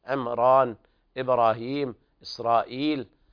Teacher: كلمة عمران ليس فيها ترقيق الراء لورش لأنها من الأسماء الأعجمية